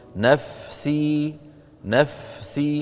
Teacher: السين قوية فيها صفير، والصفير من صفات القوة، والفاء ضعيفة رخوة مهموسة ما فيها صفات قوة، فالسين تطغى عليه نفسي نفسي، بتلاقي كأن الفاء ذهبت، انتبهنا؟